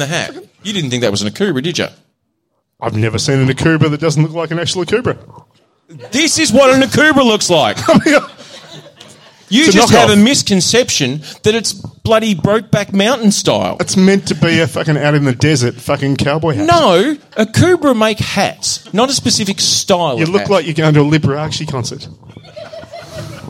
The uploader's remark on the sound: It's the first half of our latest Live Show.